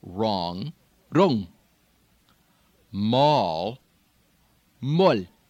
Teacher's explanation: in this accent it is typically pronounced O, O, even though in parts of American dialect regions we might unround it completely · Term: O principle